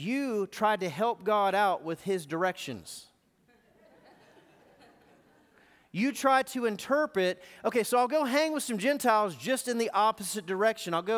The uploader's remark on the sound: Recorded live at The Fellowship at Two Rivers on July 21, 2019.